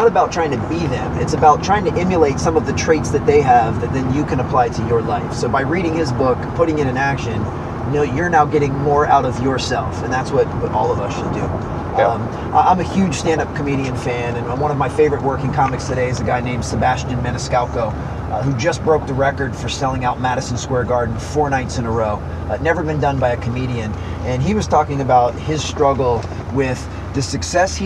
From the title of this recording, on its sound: Two Coaches in a Benz